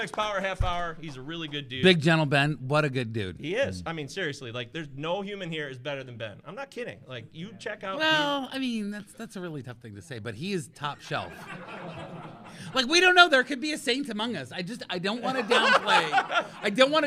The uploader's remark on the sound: First Pitch Arizona 2023 LIVE SHOW! The first ever Pallazzo Podcast live show went down at First Pitch Arizona at the beginning of November. This recording probably doesn't do justice to the video or to the energy we had in real-time at the Sheraton in Mesa, AZ.